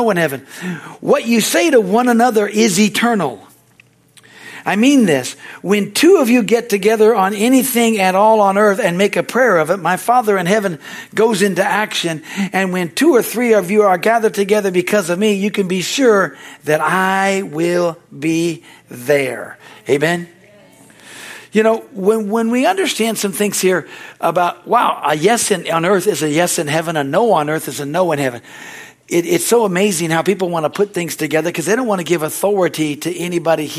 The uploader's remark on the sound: This message is from the Wednesdays service on July 26, 2023 at Harvest Bible Church in Stockton, CA.